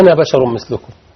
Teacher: الألف دي زايدة في الرسم ما تنطقهاش وانت في حالة الوصل